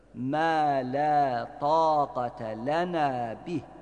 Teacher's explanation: Mâ lâ tâgate lenâ derken, mâ lâ tâgate lenâ bih diye kalın sesle okumayalım. Sadece tı harfi burada kalın sesli. Diğerleri ince sesli olarak uzatılsın.